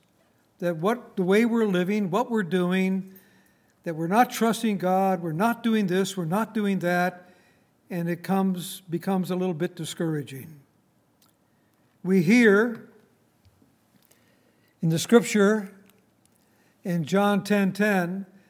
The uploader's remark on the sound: Recorded on April 28, 2019, at Grace Bible Fellowship in Front Royal, VA.